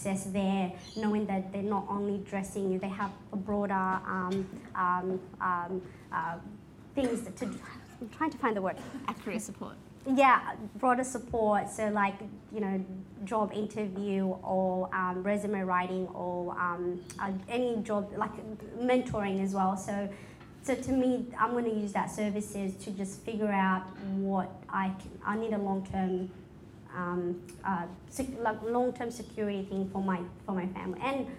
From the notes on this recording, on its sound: A live broadcast of The Style Edit , the fundraising event. A live broadcast of The Style Edit , the fundraising event I hosted and produced in association with DFS Sydney and in celebration of International Women’s Day.